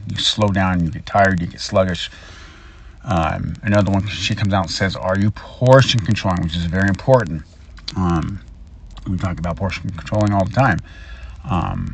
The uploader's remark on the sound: poor audio I’m very sorry